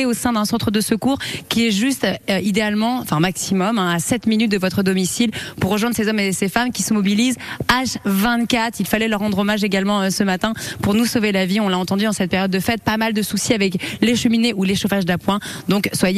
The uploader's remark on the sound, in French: En direct de la caserne des pompiers de Tourlaville.